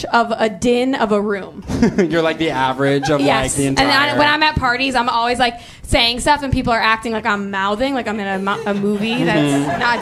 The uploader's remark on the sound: Here it is: our most recent amazing live show. Exploration: LIVE!